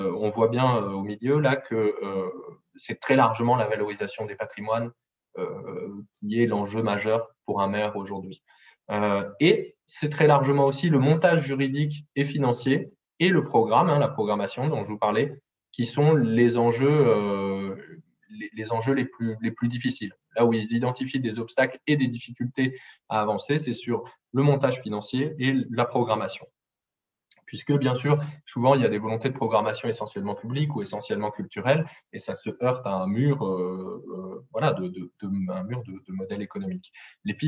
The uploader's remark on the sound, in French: Enregistré sur zoom